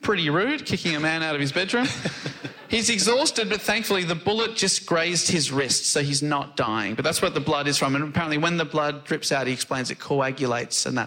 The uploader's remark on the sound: Recorded live in London.